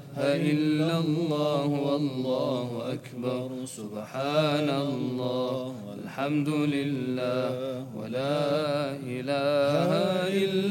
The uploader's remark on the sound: at the Houghton Masjid (West Street)